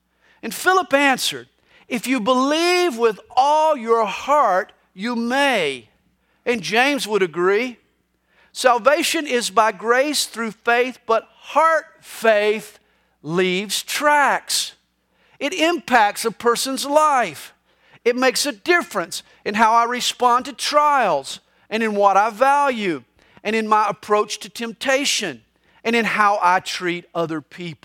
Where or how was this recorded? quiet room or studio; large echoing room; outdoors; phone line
large echoing room